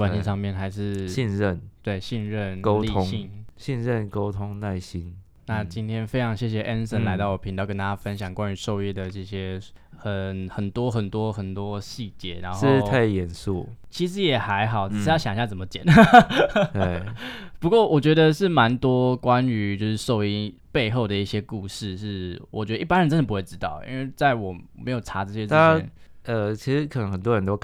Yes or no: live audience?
no